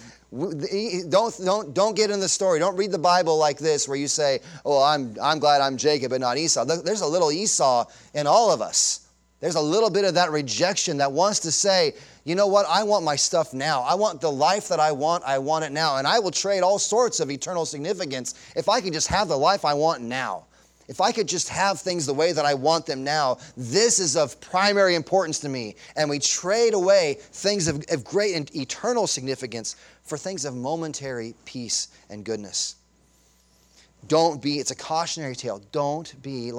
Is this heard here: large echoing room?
yes